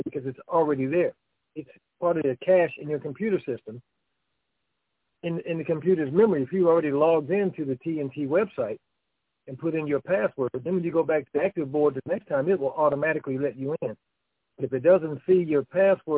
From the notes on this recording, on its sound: Conference Call